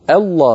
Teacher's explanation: الله بهمزة مرققة تتبعها لا مفخمة، ولا تقولي الله الله، الهمزة لا تفخمها العرب أبدا.